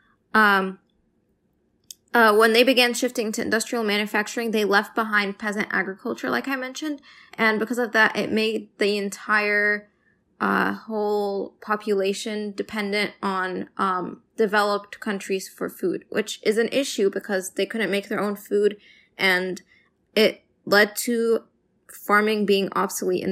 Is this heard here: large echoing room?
no